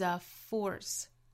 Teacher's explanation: 最后这个词读 force 是紧元音、长元音的 orforce